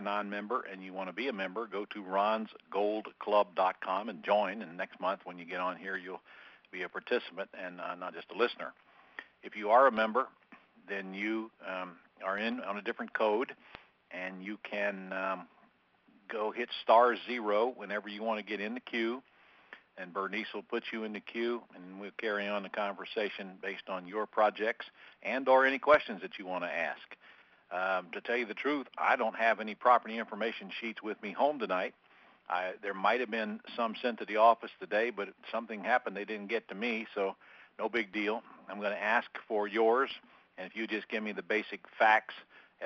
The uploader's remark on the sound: Q&A Call